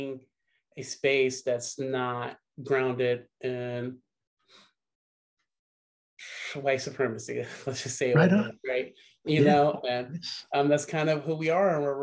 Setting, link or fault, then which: link, video call